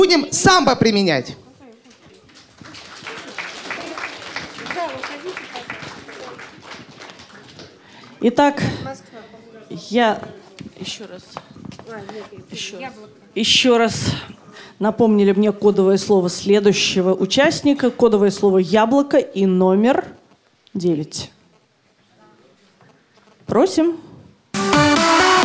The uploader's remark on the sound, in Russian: Аудиозаписи интерактивного молодёжного креатив-шоу «Бои без правил», которое состоялось в рамках Всероссийского игрового фестиваля 9 декабря 2016 года в КСРК ВОС в Москве. Запись прямого эфира.